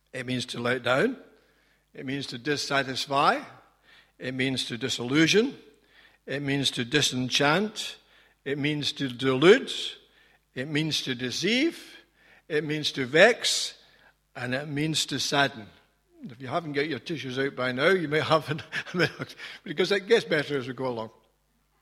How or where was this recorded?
large echoing room